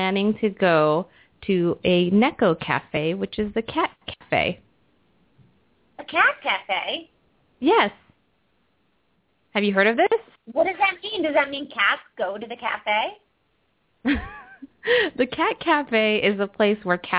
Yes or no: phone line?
yes